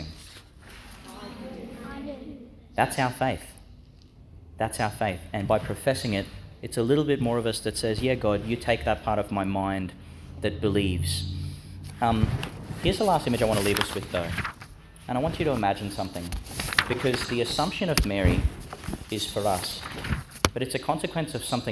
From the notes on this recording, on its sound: delivered in St John's Catholic Primary School, Gladstone